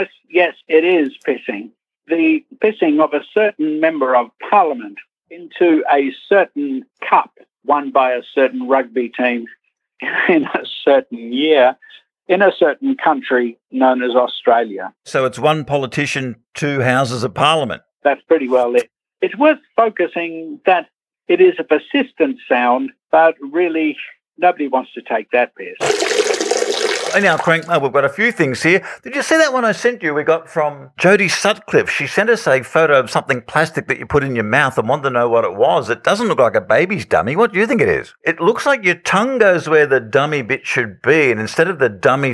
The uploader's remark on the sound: on the Bungaphone